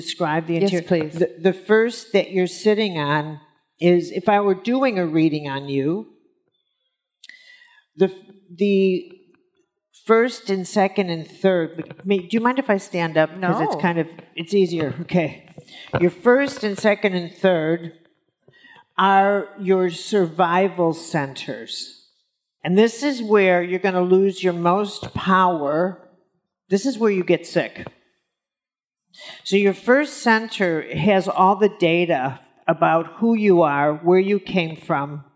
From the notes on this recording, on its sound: on stage at In goop Health